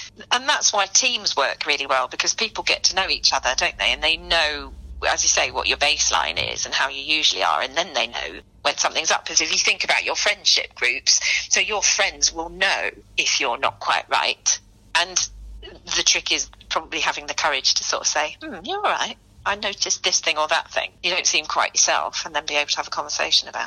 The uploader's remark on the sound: sat down with her on the phone